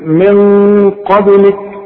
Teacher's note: القاف مفخمة، هنفخم الغنة من اجل القاف دي، والغنة هتخرج من القيشوب من المناخير · Term: الغنة هنا مفخمة